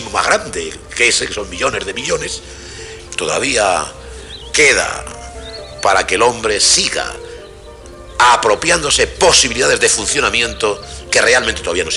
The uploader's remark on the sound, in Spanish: Escapa del ruido de la ciudad para cobijarse en el jardín de ‘La Biblioteca de la Memoria’, un lugar más asimilable a las condiciones del entorno ancestral en el que tomó forma nuestro actual cerebro.